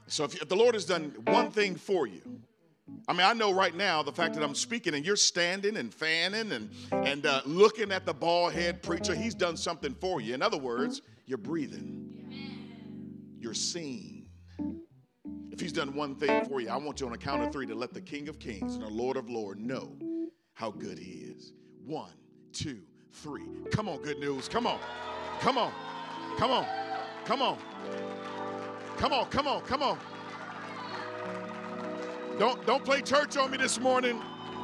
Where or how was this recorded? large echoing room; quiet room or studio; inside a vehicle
large echoing room